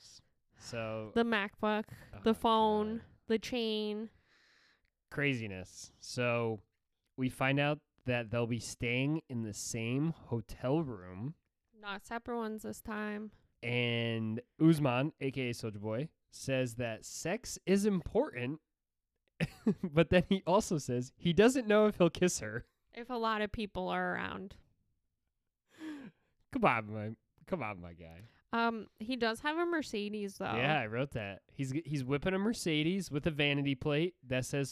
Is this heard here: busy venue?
no